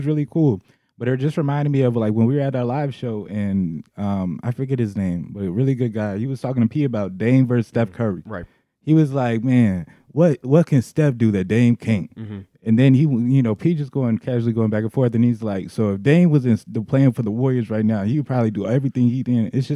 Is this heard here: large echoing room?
no